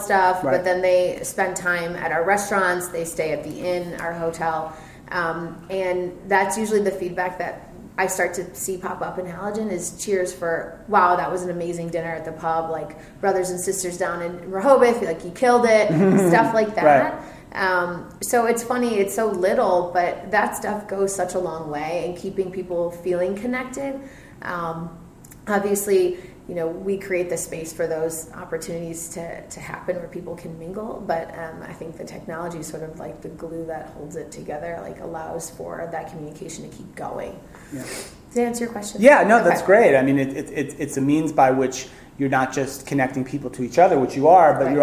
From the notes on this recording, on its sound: Live from Talent Space 2017